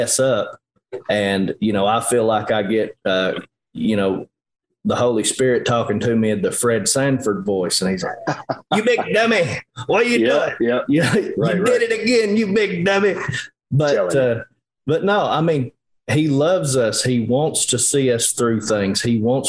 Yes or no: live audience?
no